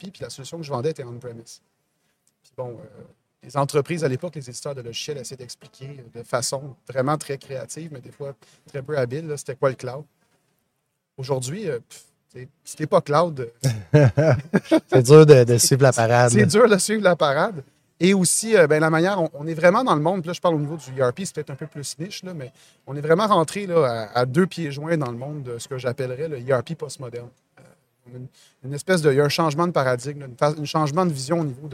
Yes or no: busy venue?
yes